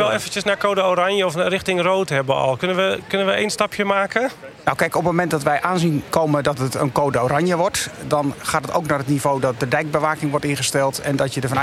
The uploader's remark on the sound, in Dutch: Deze podcast is opgenomen tijdens het Deltacongres 2019 in Goes